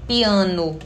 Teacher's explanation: se escreve com O, mas tem som de U, tá? A própria palavra que está aqui, hiato se escreve com O no final, mas pronuncia U. · Term: semivogal